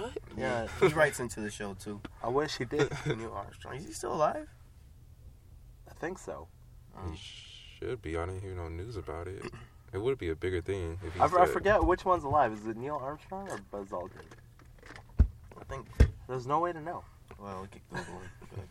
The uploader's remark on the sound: The boys are back in the car for now.